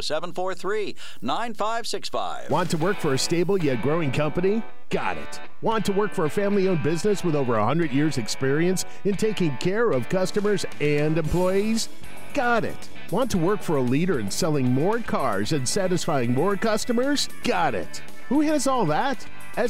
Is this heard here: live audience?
no